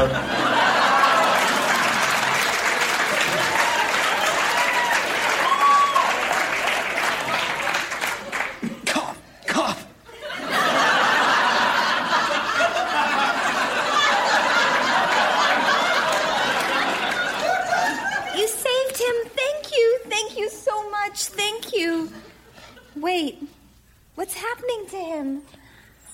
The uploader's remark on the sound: Recorded Live 2/1/2014 at Largo, Los Angeles.